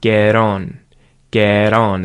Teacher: And so that T, instead of being a get on, in Australian English, you'll quite often hear it as the T flap